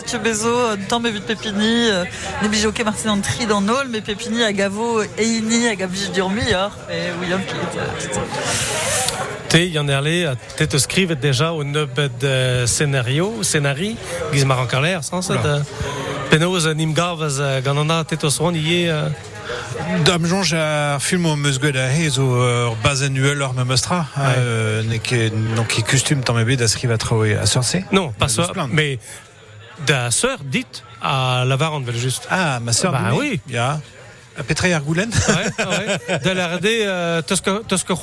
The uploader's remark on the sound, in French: France Bleu Breizh Izel est en direct du Festival du Film de Douarnenez.